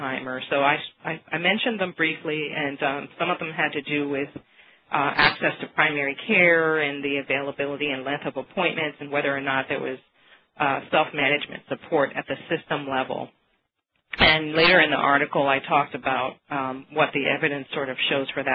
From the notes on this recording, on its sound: May 2009 Author in the Room® Teleconference